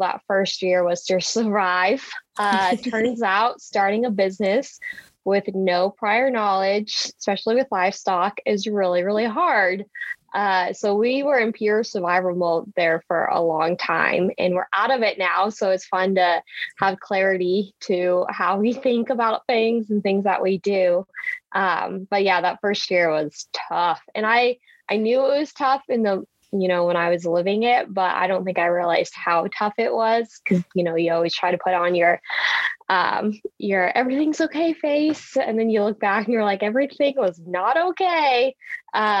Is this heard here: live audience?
no